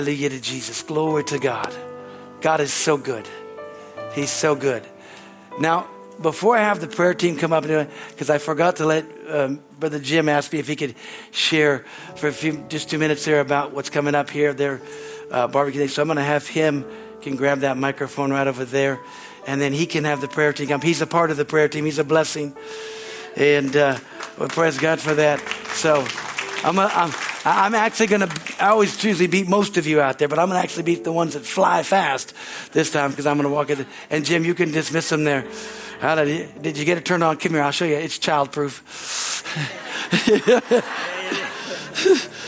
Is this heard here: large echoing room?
yes